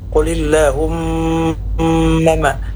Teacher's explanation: Ada mim yang bertasdid pada kata qulillahumma, ini namanya gunnah musyadadah, panjangnya 4 harakat.